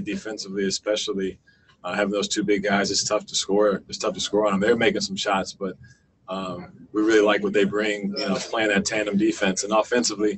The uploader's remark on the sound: Addressed the media via Zoom conference after the Utah Jazz dropped their first exhibition 101-88 to the Phoenix Suns in Orlando.